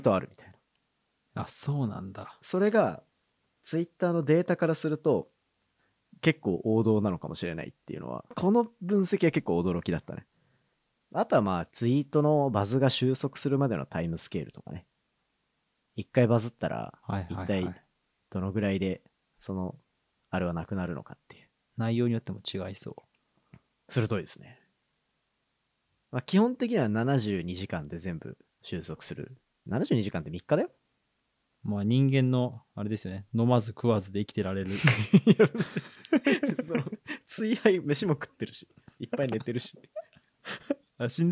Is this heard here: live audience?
no